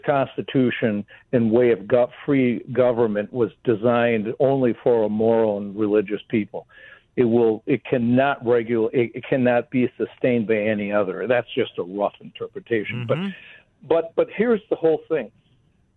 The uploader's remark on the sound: joins the show by phone